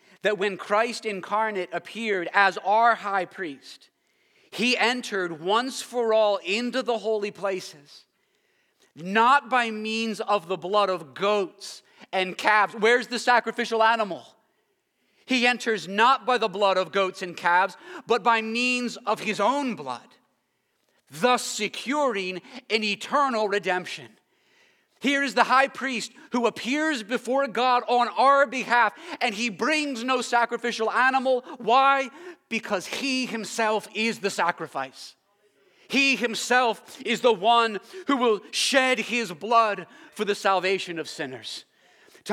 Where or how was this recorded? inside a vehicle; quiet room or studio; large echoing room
large echoing room